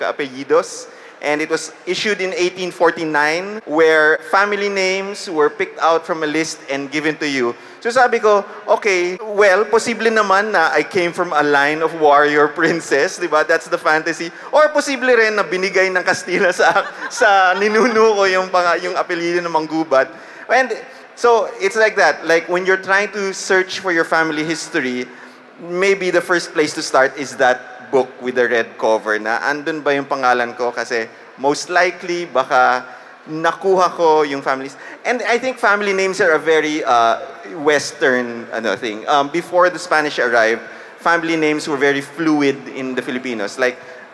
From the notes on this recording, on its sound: Team were invited to do a live panel at "Hear For It," the first podcast festival in the Philippines!